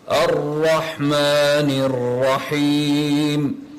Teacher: there is a level of repetition, a level of rolling your tongue and repeating that letter.